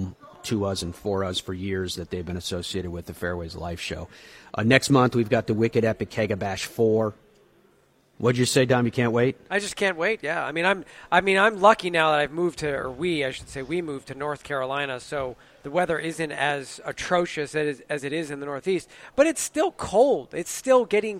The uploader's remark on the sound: We broadcast live from the Streamsong Resort as they host the PGA Tour Superstore Summit and are joined by equipment experts throughout.